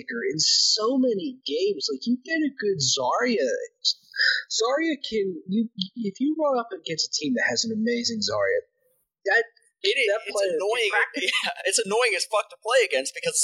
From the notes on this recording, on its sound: APOLOGIES FOR THE BAD AUDIO! Made a dumb mistake and now it sucks.